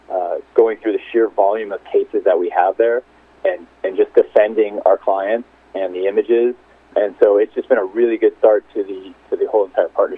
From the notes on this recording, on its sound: called in to SmallCapVoice